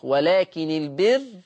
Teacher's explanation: طب ولو وصل يكسر النون، ولكني، ولكن البر، ويضم أيضا الراء للفظ البر مع الترقيق